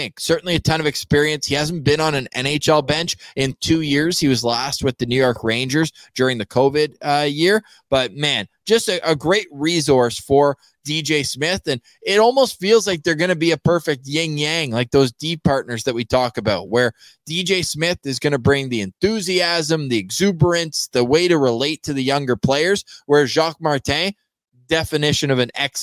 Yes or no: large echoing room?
no